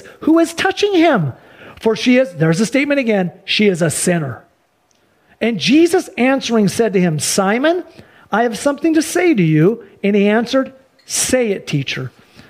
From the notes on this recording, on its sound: Sunday church service livestream